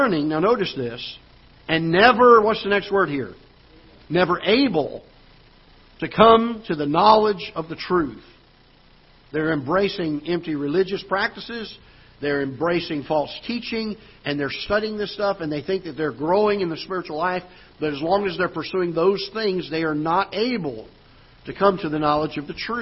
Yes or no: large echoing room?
yes